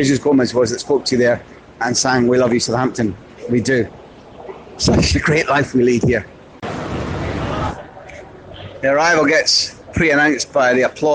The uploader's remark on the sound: Live from Sevilla's rocking Ramón Sánchez Pizjuán stadium. My live take on the action as it unfolded* After-match reaction from the mixed zone.